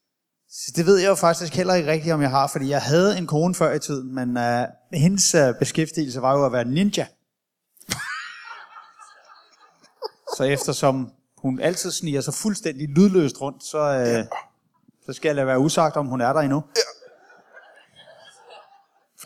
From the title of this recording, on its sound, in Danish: LIVE fra Aalborg